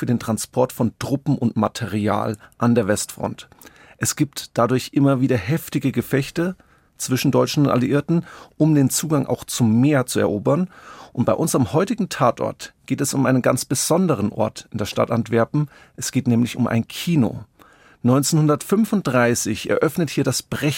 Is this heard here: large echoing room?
no